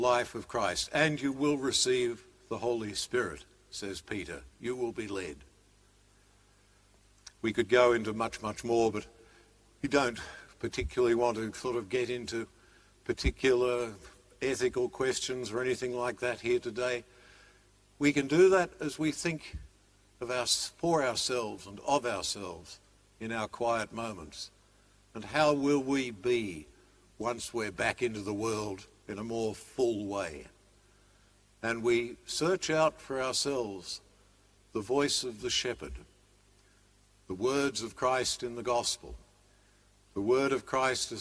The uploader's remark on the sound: Live-streamed 9.30 am Mass from Sacred Heart Cathedral, Hamilton.